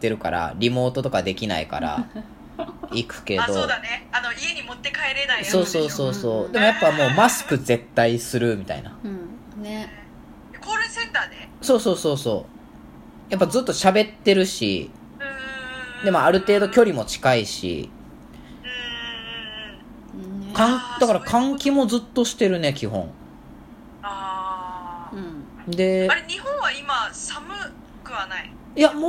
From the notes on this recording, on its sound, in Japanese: LINE電話でのやりとりなので、声が遅れたり音質が悪いことがありますので、ご了承ください。